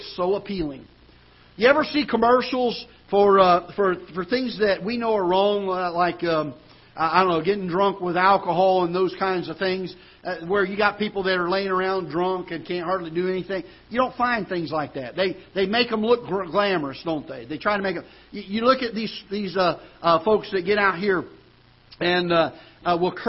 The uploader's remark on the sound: Ketha Heights Baptist Church ~ Live Broadcast